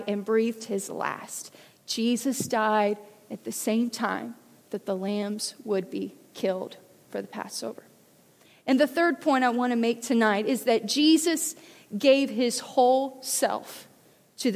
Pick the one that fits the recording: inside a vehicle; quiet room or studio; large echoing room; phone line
large echoing room